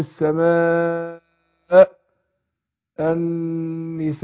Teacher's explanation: لما اجي اقف على الهمزه بينها، مش ان انا اكلها وبعدين كاني واقف على الف · Term: الهمزة